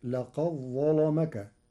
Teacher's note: لقد ظلمك، قرأ ورش كلمتي لقد ظلمك بإدغام الدال في الظاء، فتصير لقد ظلمك مع تغليظ اللام لوقوعها بعد الظاء المفخمة